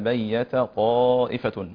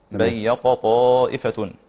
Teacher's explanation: التاء والطاء مخرجهم واحد طرف اللسان مع أصول الثنايا العليا · Shown in: first take